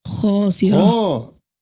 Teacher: مرتبة عالية في التفخيم. خاء بعدها ألف